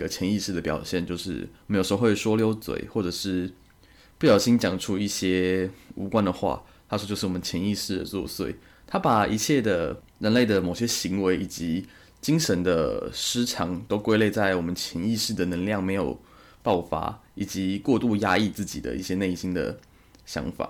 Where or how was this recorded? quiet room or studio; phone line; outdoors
quiet room or studio